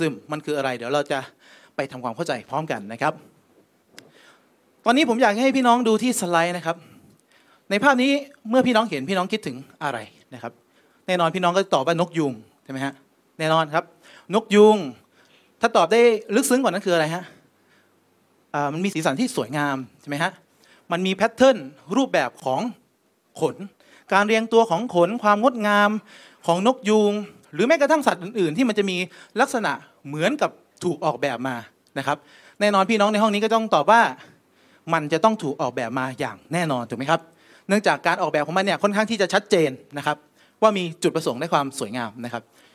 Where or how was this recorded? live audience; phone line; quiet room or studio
live audience